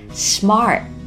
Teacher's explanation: 注意美式英语口语当中的儿化音 smart